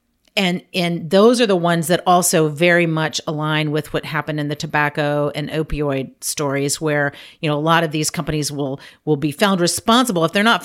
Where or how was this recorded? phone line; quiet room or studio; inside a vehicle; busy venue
quiet room or studio